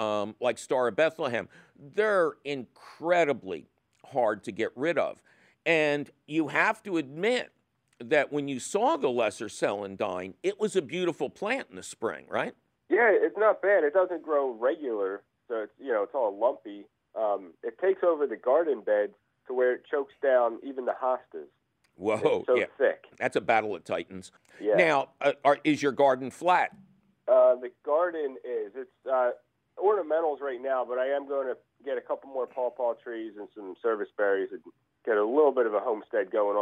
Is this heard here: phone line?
yes